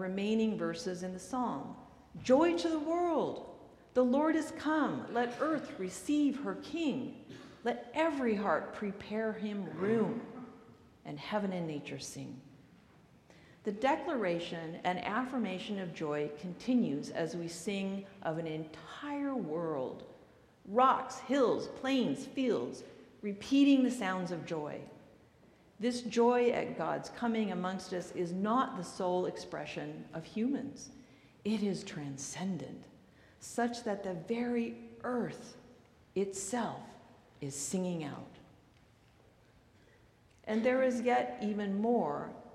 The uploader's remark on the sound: recorded live at the 8:00pm Christmas Eve service on Sunday, December 24, 2023.